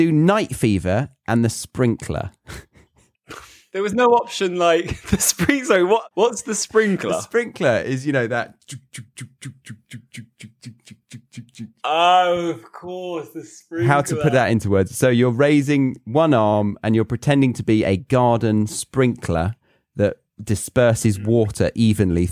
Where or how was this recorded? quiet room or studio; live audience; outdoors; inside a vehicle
quiet room or studio